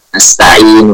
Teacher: Dengan cara cepat, pengucapannya itu cepat, ya, dan suaranya dilemahkan, suara dhammahnya dilemahkan, kemudian kita waqaf. Tidak wasal, ya. · Term: raum